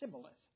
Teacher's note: They couldn't say the sh sound, and so they would say sibboleth.